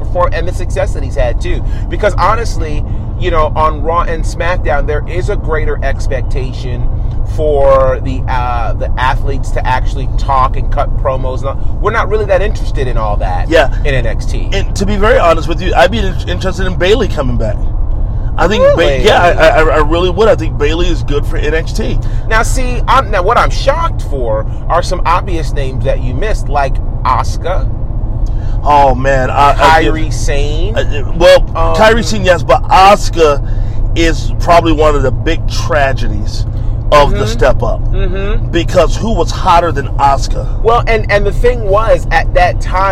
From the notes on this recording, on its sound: What happens when you put members of The Faction in a car and turn on the mics? On The Road.